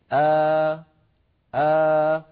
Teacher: هذه ألف فيها شيء من ارتفاع اللسان يسميها العلماء الألف الممالة إمالة صغرى، أو يسمونها الألف المقللة يعني فيها إمالة قليلة، أو يسمونها